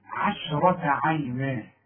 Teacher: رقق للعين، رقق للشين، فخم للراء، رقق للتاء المربوطة.